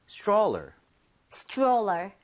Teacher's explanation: 하면서 치읓 비슷해집니다. 그래서 스트롤러가 아니라 입 모양을 좀 모으면서 stroller 이렇게 해서 발음을 해보는 거예요.